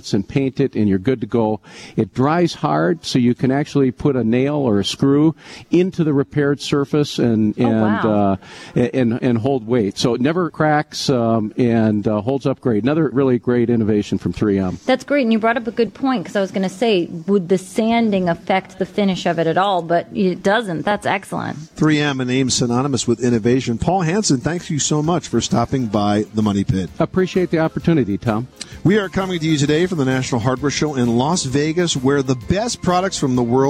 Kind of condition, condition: setting, busy venue